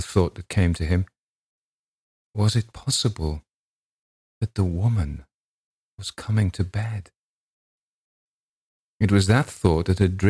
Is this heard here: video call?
no